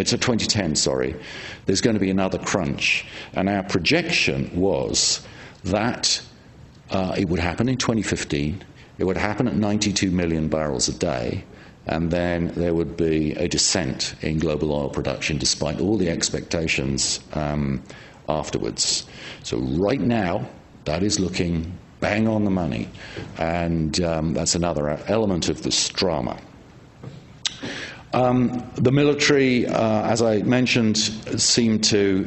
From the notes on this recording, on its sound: At this lecture